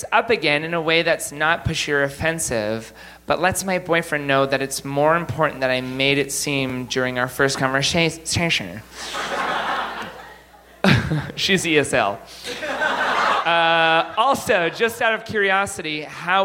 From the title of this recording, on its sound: Live from Montreal!